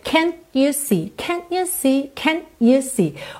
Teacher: eu posso usar esse T que é uma consoante oclusiva, é para realmente encerrar esse som e eu faço ali uma pequena pausa, que me dá uma marcação rítmica também muito legal.